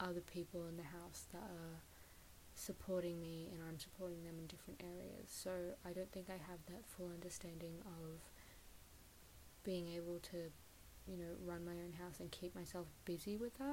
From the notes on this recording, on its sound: The audio is quite soft, but I hope to fix this in future and properly edit podcasts as I continue producing them.